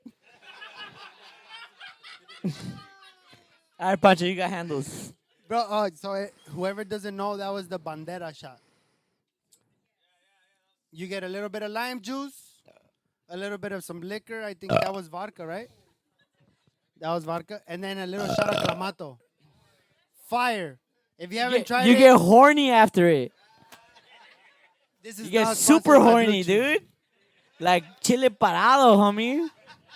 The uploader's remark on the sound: A wild ass crowd. The boys do current events with the crowd, we take suggestion topics from the crowd, an audience member gets stage time, we had a "stage dive" at a point.